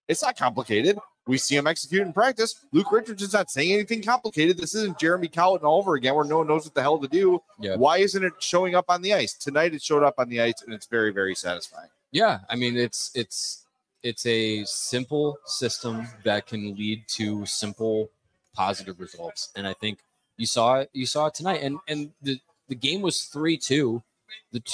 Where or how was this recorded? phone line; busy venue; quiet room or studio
busy venue